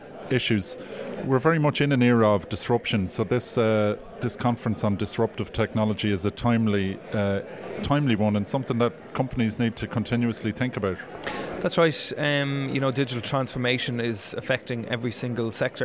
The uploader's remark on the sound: Amplitude 2019 - The Conference. Attended the conference on Wednesday 6th November and while there he spoke with a number of guests who were in attendance.